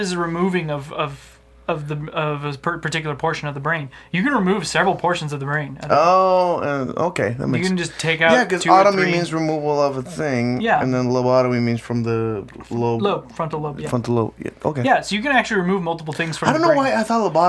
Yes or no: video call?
no